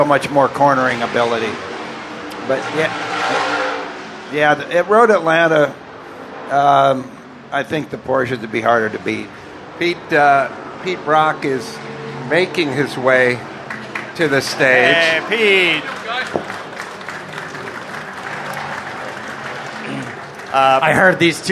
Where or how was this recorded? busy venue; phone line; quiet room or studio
busy venue